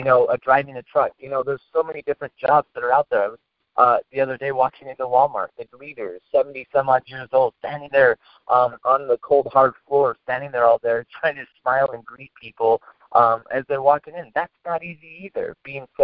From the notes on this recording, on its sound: PowerHouse Network Leadership conference call.